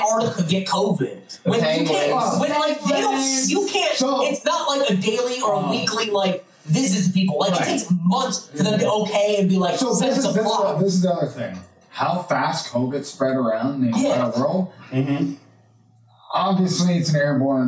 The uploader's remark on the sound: Unfortunately problems happened with the audio but was edited enough to post.